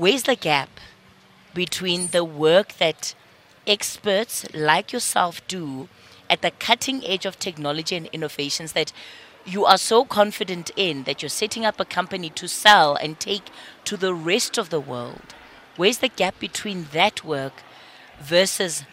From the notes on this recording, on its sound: We are coming to you live from the Inanda Club in Sandton where the Council for Scientific and Industrial Research, also known as the CSIR, is launching its technology commercialisation enterprise known as CSIR C Cubed.